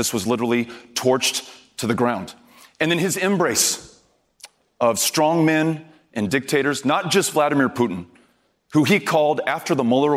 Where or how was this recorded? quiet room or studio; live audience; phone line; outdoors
live audience